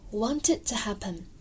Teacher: 那这里我会选择把 it 里面的 t 去掉